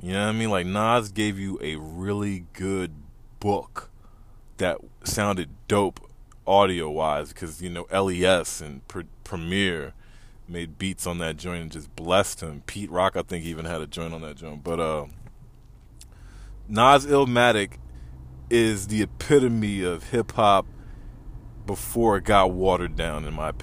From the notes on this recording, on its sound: Randomly recording in my car in traffic on my way home.